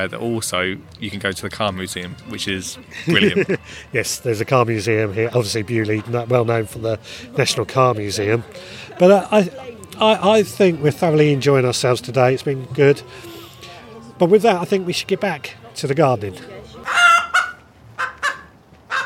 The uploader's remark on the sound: This week we record from Gardeners world spring fair.